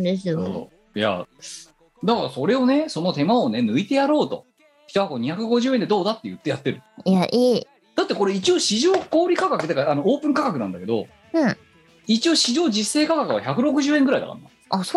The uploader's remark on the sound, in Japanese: 本番組はリモート収録です。収録時環境の影響により、聴き取り辛い部分があります。途中で激しくノイズ等入りますが、収録時のものです。